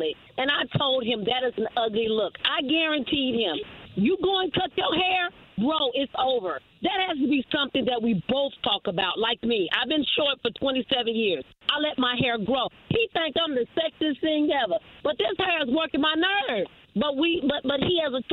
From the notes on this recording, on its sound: They had to get the listener on the phone. In this episode we get to a voicemail where a listener thinks that The Morning Hustle is giving out wrong answers during Cash Grab.